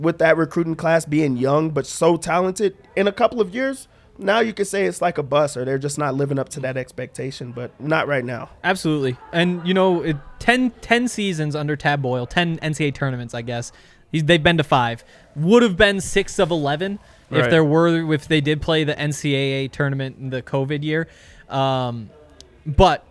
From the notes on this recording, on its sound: come to you LIVE from the DNVR Bar